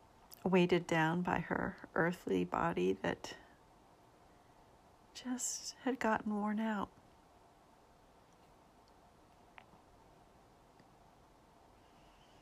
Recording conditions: sounds in the background